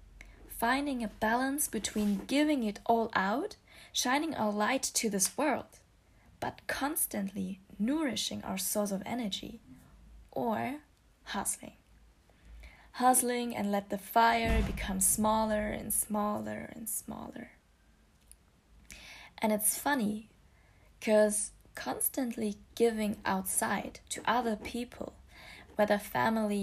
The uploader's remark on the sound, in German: Normalerweise hätte ich die Aufnahme vielleicht nochmal gemacht, weil ich vergessen habe, meine Benachrichtigungen am PC auszuschalten und sie im Hintergrund zu hören sind. Normalerweise hätte ich mir auch vielleicht erstmal ein gescheites Mikrofon besorgt, statt einfach mein Handy für die Aufnahme zu nehmen.